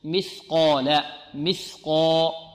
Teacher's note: القاف مفخمة والألف بعدها ماذا؟ فخمة، لأن لفت تبع القاف، والقاف حروف استعلاء خص ضاد قذ.